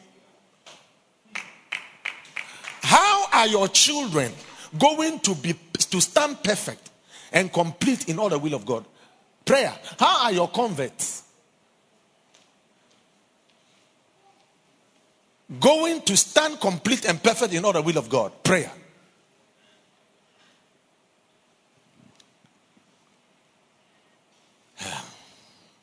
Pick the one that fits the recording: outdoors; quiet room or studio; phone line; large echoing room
large echoing room